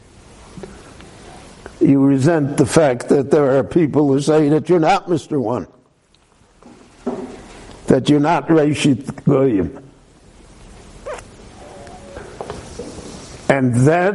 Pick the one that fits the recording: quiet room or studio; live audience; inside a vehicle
live audience